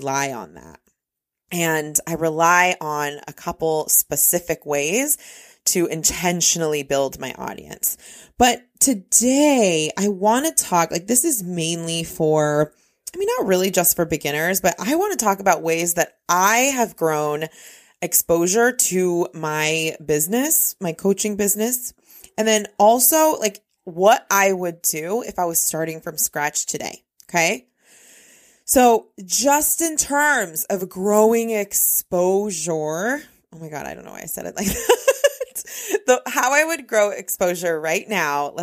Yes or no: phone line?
no